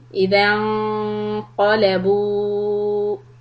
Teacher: The noon will be iqfa followed by letter qaf, which is heavy, so we try to keep the tongue, back part of the tongue, raised when we say the noon. Idhan qalabu, four harakats.